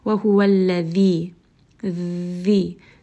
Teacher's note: ذال is pronounced with the tongue coming in between the teeth. So we do want to make sure that as we are reciting this letter, that the tongue is coming between the teeth.